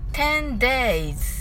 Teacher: 10days の図は日本語の図と発音せずにさりげなく息と一緒にそれっぽい濁音を発音してください